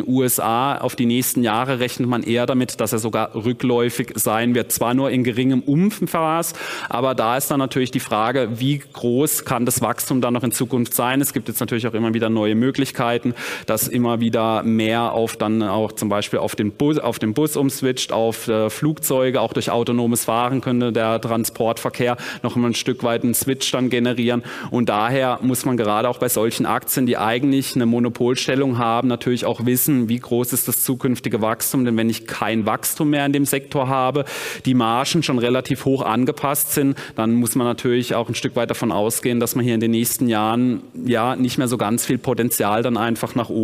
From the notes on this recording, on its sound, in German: Vortrag auf der Invest.